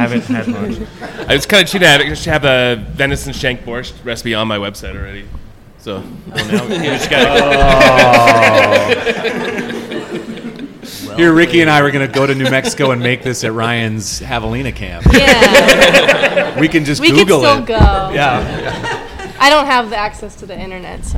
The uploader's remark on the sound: Host a live podcast with a question and answer session at the 2023 Backcountry Hunters and Anglers Rendezvous. Answer questions from the audience.